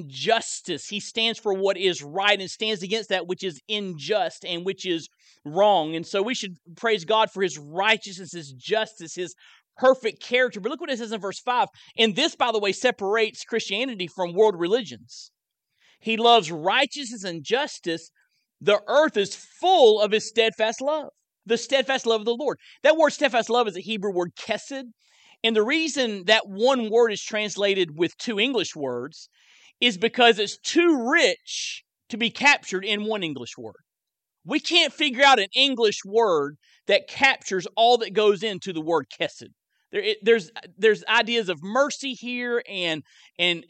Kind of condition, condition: setting, large echoing room